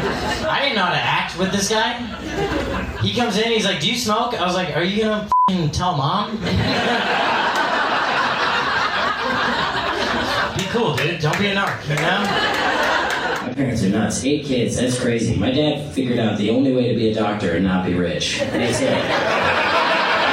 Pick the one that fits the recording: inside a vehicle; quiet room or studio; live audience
live audience